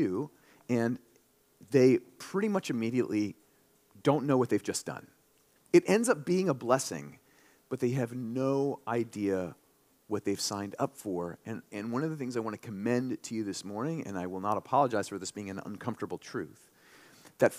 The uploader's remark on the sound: this sermon during our March 19, 2023, Sunday worship service